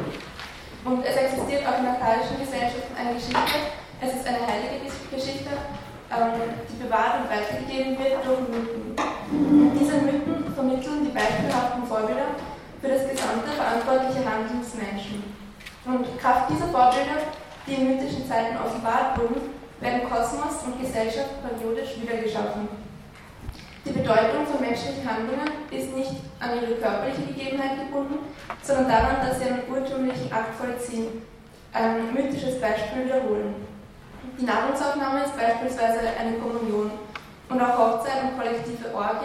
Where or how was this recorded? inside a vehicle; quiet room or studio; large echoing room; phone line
large echoing room